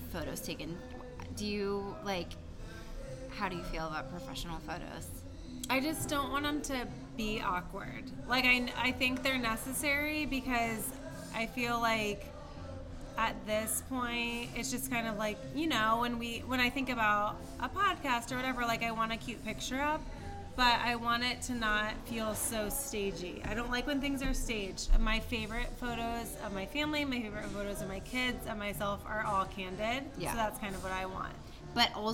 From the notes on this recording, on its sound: Chat over wine. Sorry in advance for the audio- there's background noise!